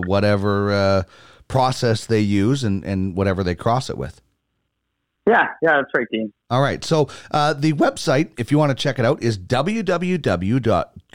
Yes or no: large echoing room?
no